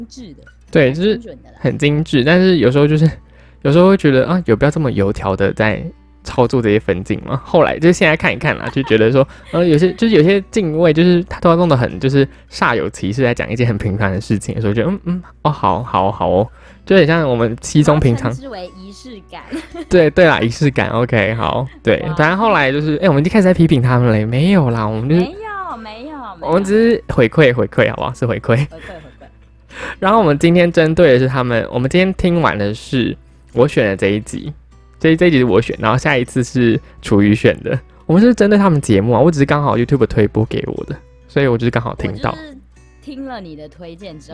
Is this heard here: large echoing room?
no